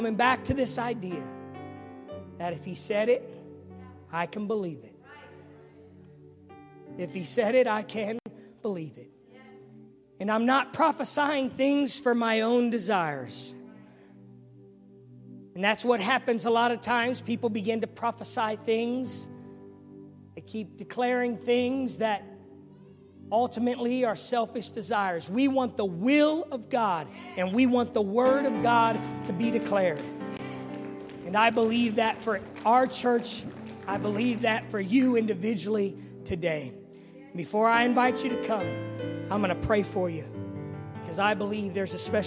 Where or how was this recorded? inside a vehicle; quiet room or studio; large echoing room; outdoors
large echoing room